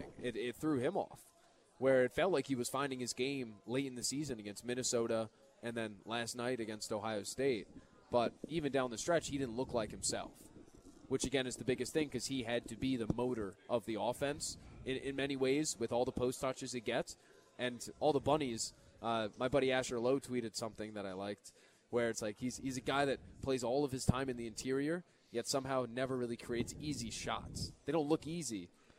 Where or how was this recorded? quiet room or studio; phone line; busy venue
busy venue